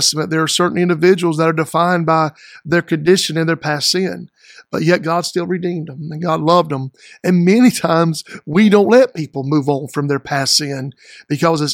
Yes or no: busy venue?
no